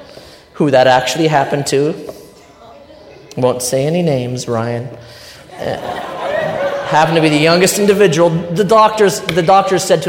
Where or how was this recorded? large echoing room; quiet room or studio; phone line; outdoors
large echoing room